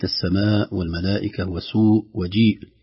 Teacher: هذا من قبيل المد الواجب المتصل، لأن الهمزة والمد في كلمة واحدة، مثل السماء والملائكة وسوء وجيء، لا يقل مدها عن أربع حركات عند كل القراء.